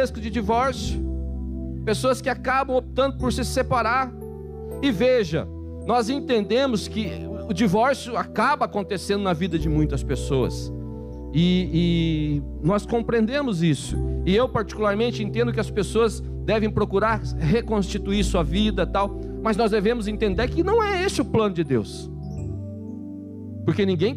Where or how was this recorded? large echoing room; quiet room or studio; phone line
large echoing room